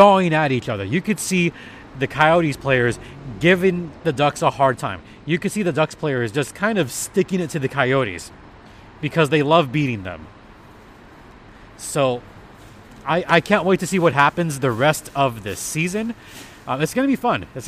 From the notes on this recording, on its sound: records from Acrisure Arena following the game